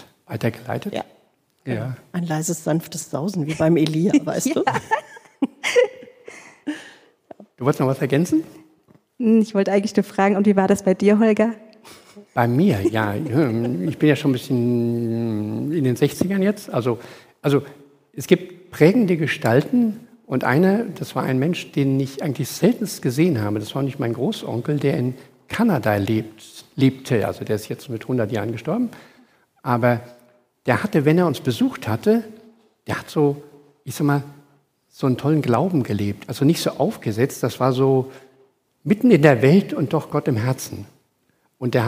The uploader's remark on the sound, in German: Aufgezeichnet im Livestream Gottesdienst der Ev. Melanchthongemeinde Griesheim.